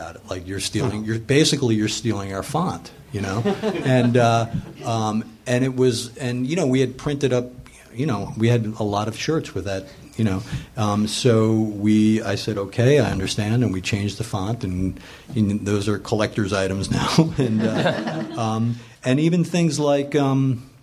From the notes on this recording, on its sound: Recorded live at Meltdown.